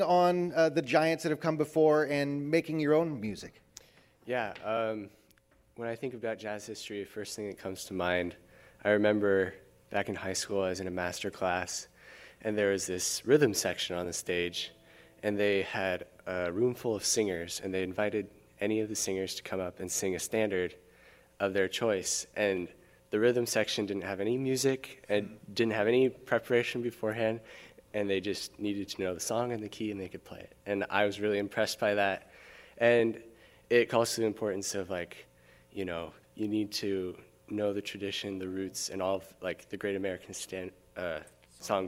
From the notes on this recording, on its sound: Live At Seattle Pacific University. The KNKX School of Jazz hit the road for a performance at Seattle Pacific University's beautiful Nickerson Studios.